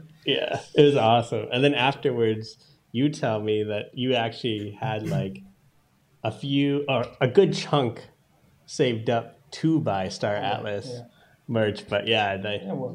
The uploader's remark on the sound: on location in Lisbon Portugal for the Solana Breakpoint event